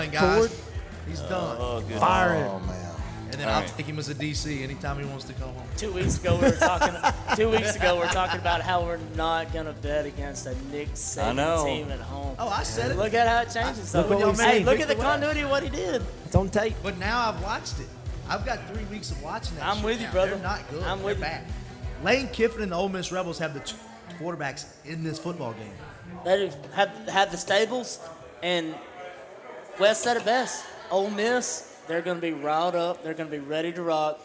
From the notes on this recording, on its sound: Recorded LIVE from Society American Nosherie on the Downtown Square in Lawrenceburg, TN.